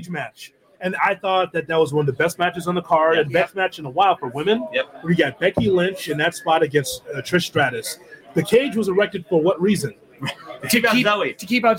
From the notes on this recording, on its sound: live from Starrcast in Chicago